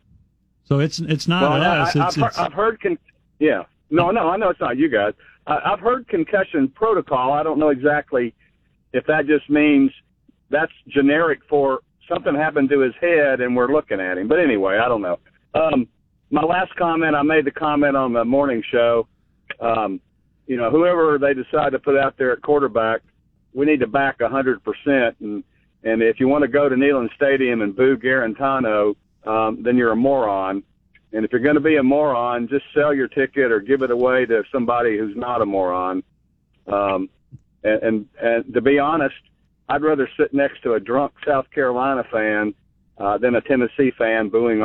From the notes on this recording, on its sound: As well as taking your phone calls about all things sports.